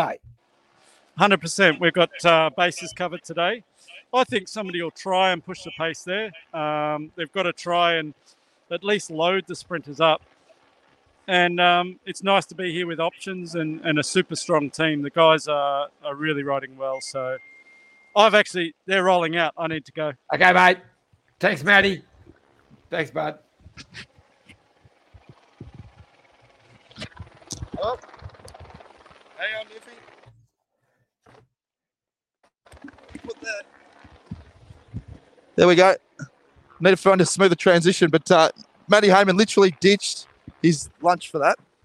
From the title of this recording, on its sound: Live from stage 4 at the Tour de France!